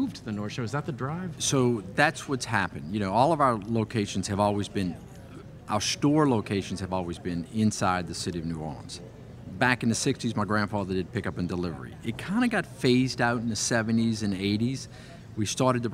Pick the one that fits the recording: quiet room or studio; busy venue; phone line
busy venue